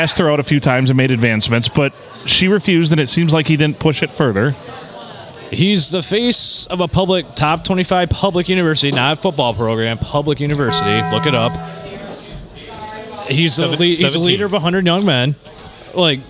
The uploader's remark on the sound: Recorded at the Blue in lovely Port Sanilac on a Monday night.